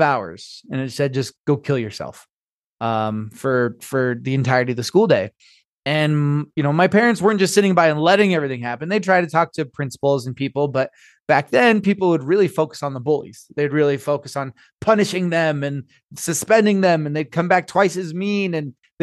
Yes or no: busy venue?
no